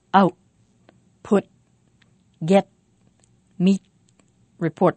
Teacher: And you remember from session one, if these sounds come after a vowel and don't have a vowel following, we make a complete glottal stop and we don't let the air escape at all for a moment.